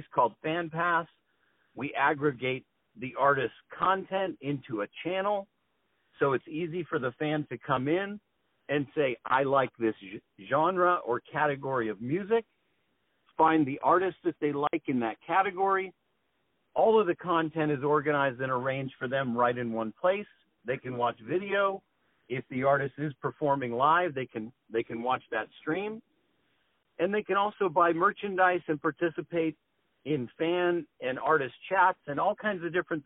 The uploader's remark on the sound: On the phone.